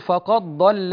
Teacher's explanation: هنا قلبت الدال ضادا، هذا العمل الأول، ثم أدغمت الضاد في الضاد فصارت فقد ضل، ولهذا سمي صغيرا. · Term: الإدغام الصغير